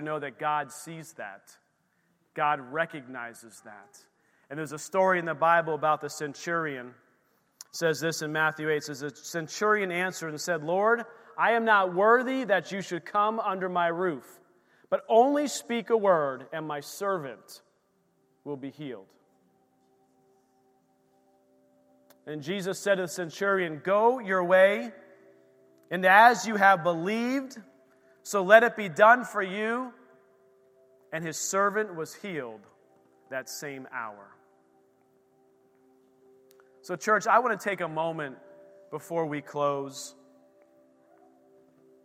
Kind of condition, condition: setting, large echoing room